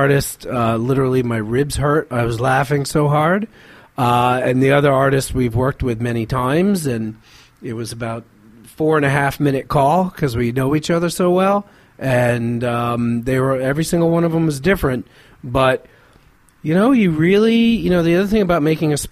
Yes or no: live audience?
no